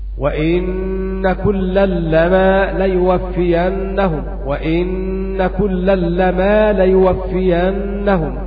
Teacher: وأما أبو عمرو والكسائي قرأ بتشديد النون وتخفيف الميم